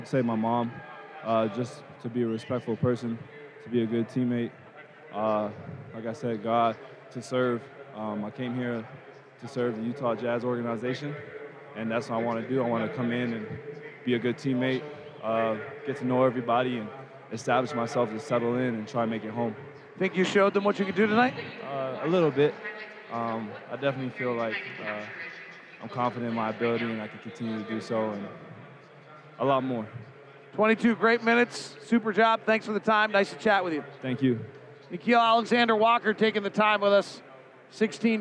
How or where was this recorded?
busy venue